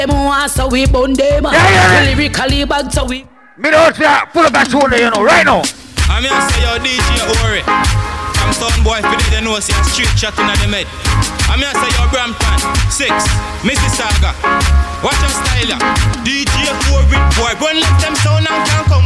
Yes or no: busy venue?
yes